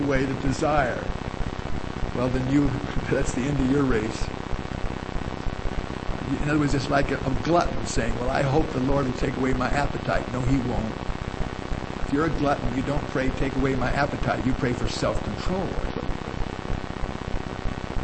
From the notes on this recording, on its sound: Due to technical difficulties, the quality of this recording is extremely poor. There is much background static and hum.